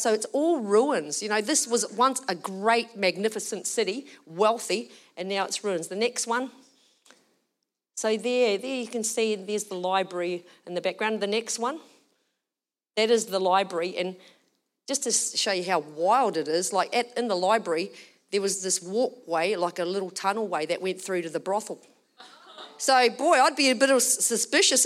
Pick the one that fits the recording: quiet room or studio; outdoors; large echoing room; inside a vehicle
large echoing room